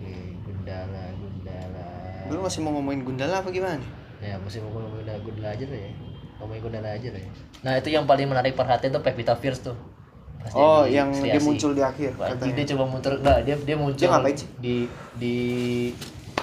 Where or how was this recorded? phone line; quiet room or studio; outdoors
outdoors